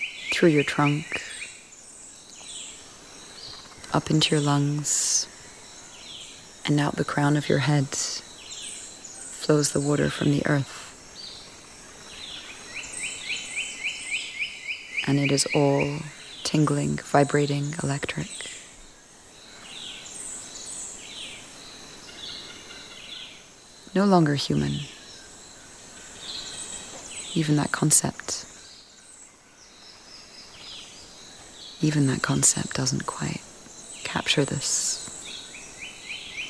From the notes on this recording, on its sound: Recorded in the Osa Peninsula in Costa Rica -- thank you to all the birds and creatures who feature in this episode.